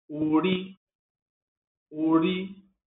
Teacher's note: com tom baixo e alto, para identificar manteiga de karité